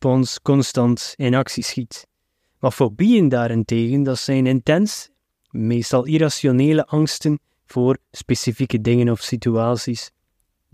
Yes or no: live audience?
no